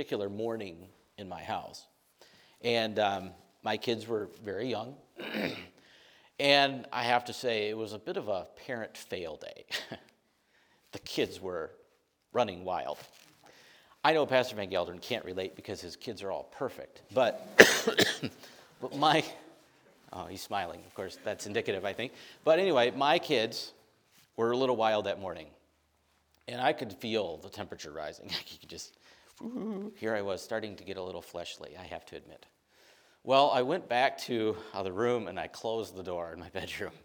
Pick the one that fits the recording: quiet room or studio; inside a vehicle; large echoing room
large echoing room